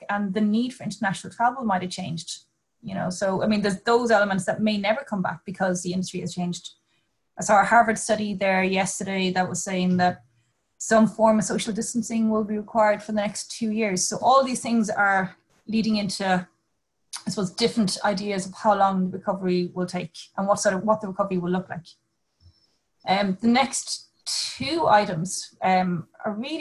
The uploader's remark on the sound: This is the audio from the APTN aircraft lessor CTO and Powerplant manager's Zoom Call. This is the audio from the APTN aircraft lessor CTO and Powerplant manager's Zoom Call.